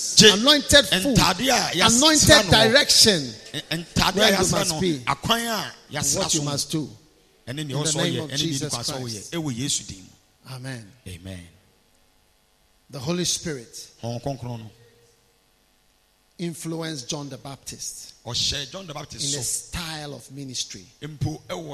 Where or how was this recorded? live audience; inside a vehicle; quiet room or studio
live audience